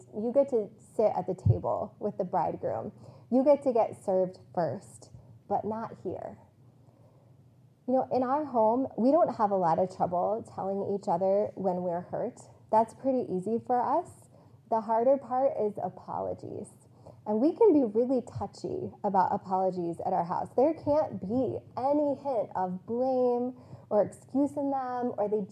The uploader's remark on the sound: This message was preached on April 10, 2022, on Palm Sunday at CityChurch in Iowa City.